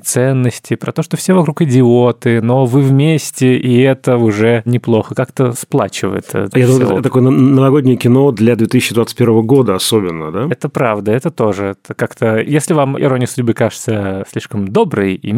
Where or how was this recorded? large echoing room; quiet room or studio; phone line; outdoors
quiet room or studio